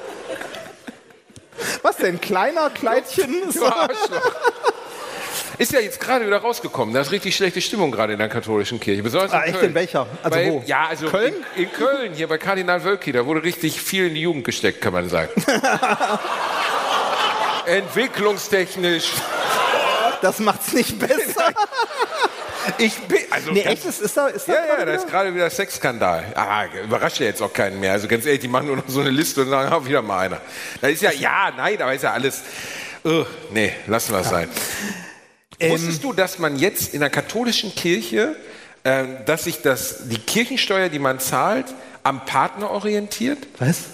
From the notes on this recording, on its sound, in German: Live Mitschnitt von AAA-Live aus Bielefeld.